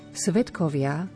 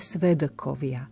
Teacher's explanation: Svetkovia vyslovujeme s t v strede slova, nie svedkovia. · Shown in: first take · Term: spodobujeme